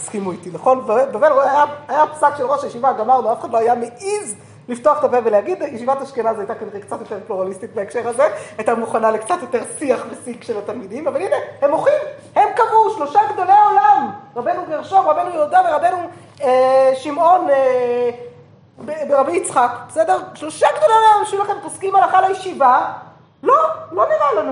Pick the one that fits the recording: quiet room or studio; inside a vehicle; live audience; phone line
live audience